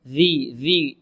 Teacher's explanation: الذال هذه معجمة تخرج من طرف اللسان مع طرف الثنايا العليا